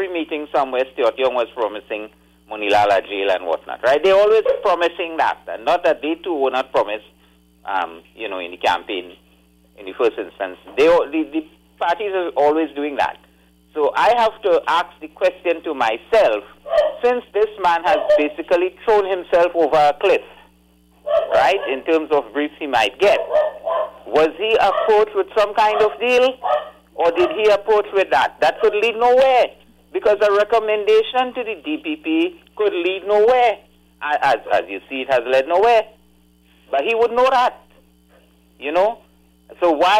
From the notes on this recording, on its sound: we take more calls from the audience